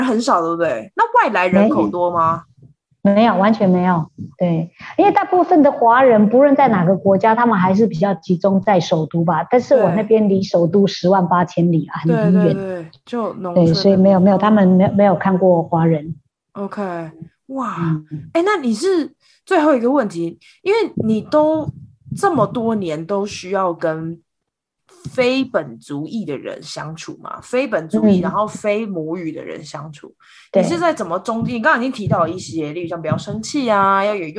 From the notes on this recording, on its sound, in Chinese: 對不起，這集的收音有點差，請大家見諒～